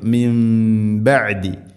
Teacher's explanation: സാക്കിനായ നൂന് ശേഷം ബ, അങ്ങനെയാവുമ്പോൾ നൂനിനെ മീമാക്കി മാറ്റണം. അതാണ് നൂനിൻ്റെ മേലെ ചെറിയൊരു മീം കാണുന്നത്. · Term: ഇഖ്ലാബ്